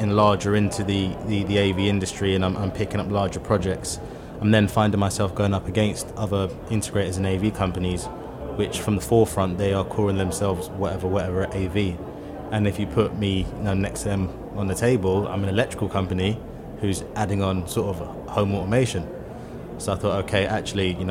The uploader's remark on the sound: Recorded at ISE 2023.